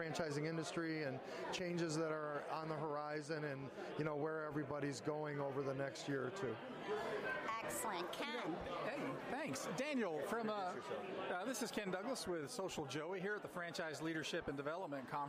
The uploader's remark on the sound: Interview at Franchise Leadership & Development Conference 2017